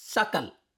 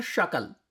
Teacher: एक शब्द है सकल, दंत्य स, दूसरा है शकल, तालव्य श।